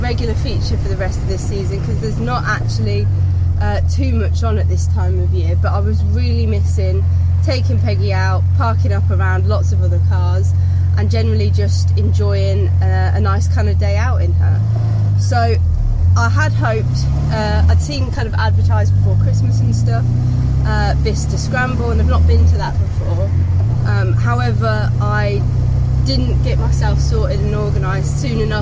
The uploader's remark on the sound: My First Time taking my Morris Minor Peggy to Harborough Sports, Classic and Vintage Meet. All recorded from my 1968 Morris Minor, Peggy.